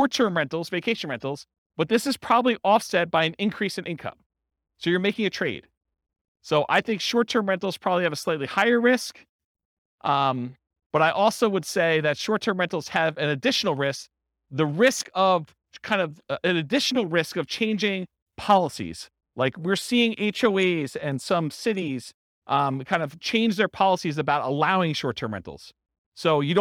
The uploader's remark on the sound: This was a live class recorded